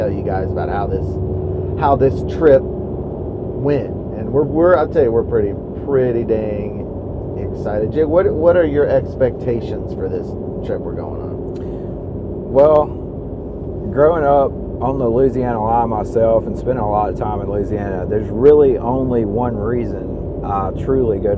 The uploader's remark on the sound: Recording from our truck.